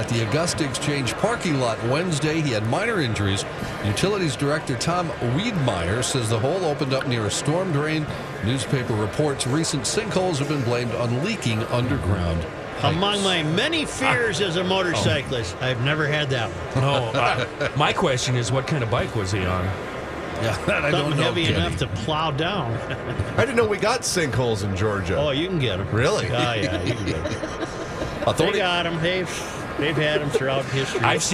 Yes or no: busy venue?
yes